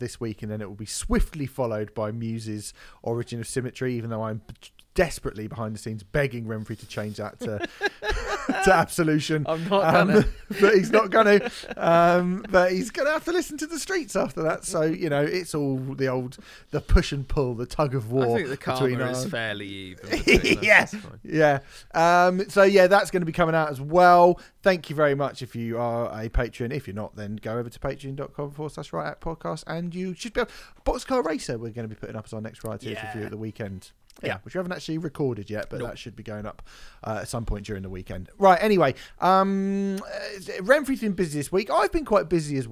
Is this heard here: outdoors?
no